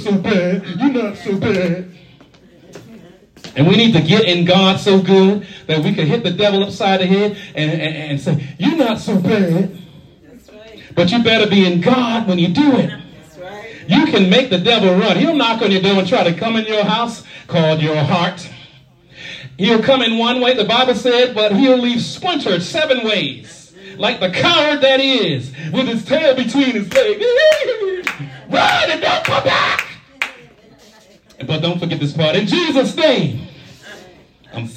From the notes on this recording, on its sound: shared this message live at the Island Nursing Home of Farmingville, NY